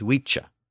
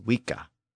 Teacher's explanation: the sound of the letter C changed when it appeared before a front vowel like E. It shifted from its original K sound to the C-H sound. · Shown in: first take